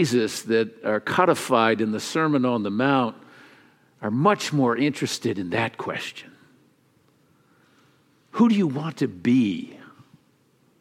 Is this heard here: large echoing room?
yes